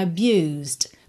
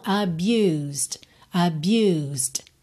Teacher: E aqui a gente ouve só um Dzinho mesmo, bem de leve, fechando aí esse som